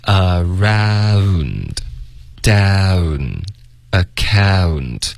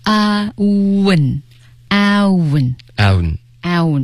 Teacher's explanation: 所以你有一个 a,然后再嘟嘴 ow。结尾呢，你就需要发一个 N 的音，舌尖得顶上颚 · Term: 双元音